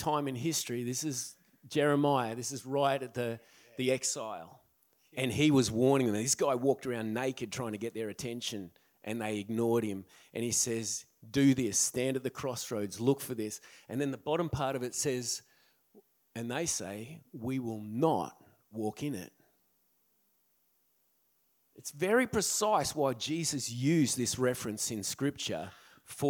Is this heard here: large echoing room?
yes